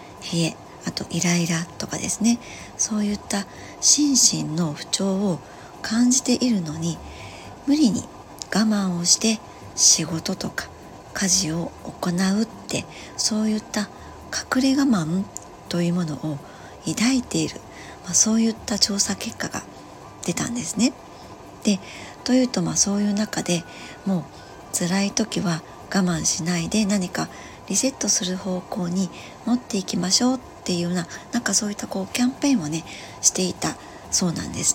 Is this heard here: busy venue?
no